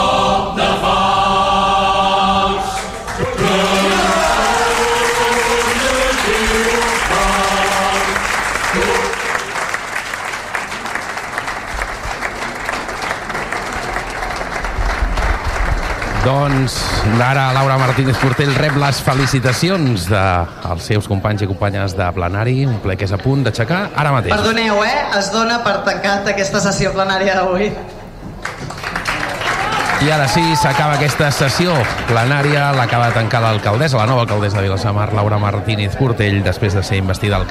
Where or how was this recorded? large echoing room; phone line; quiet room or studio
large echoing room